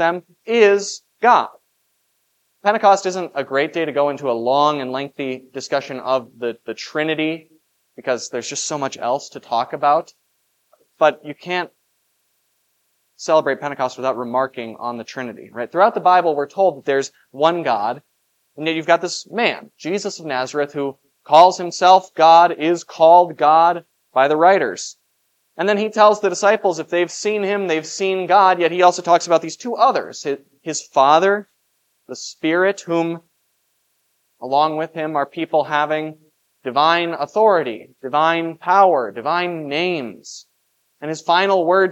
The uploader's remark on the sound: This Sunday sermon. Was preached for the Festival of Pentecost at Grace of God Lutheran on May 28, 2023.